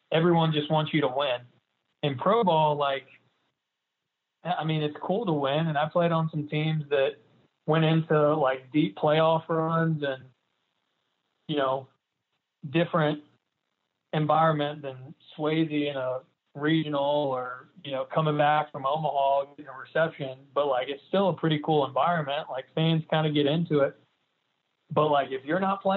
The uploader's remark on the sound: on the Modern Woodmen phone line